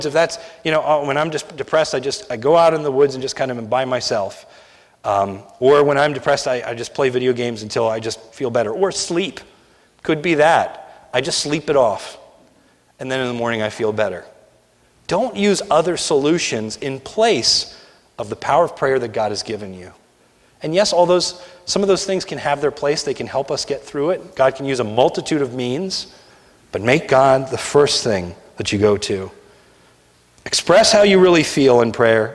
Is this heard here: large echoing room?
yes